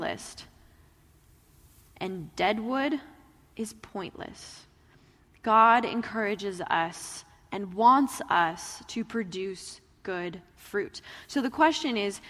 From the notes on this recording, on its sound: Message delivered in the Traditional Worship Service.